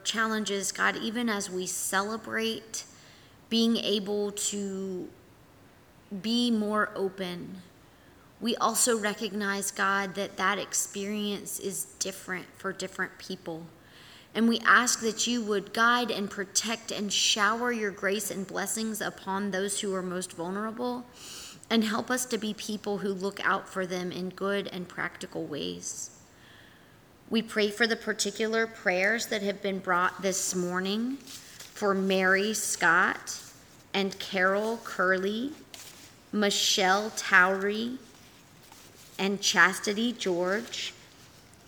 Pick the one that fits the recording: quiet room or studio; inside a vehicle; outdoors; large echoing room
large echoing room